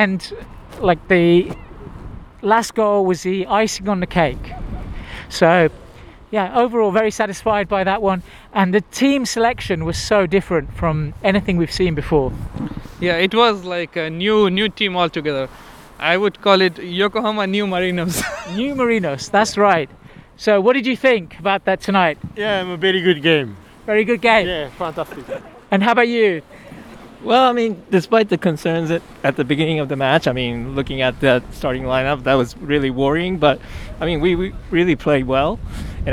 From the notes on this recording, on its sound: Victory over Vissel Kobe while walking out of the stadium.